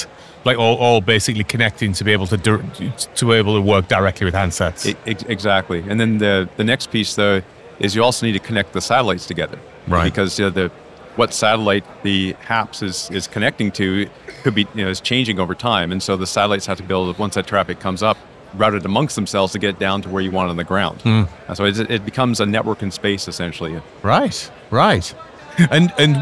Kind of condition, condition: setting, busy venue